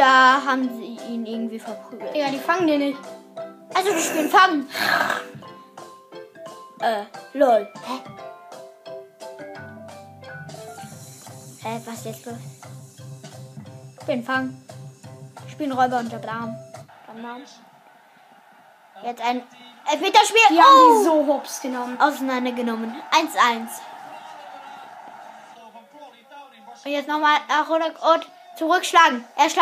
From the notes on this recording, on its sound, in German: Meine Mutter hat die Aufnahme zerstört